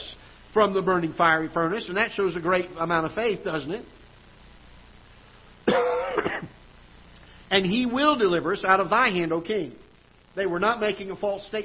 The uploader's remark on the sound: Ketha Heights Baptist Church ~ Live Broadcast